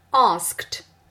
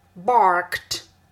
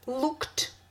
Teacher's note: Если слово заканчивается глухо, то окончание произносится тоже глухо. Причем пишутся две буквы e, d, а произносится только один звук t.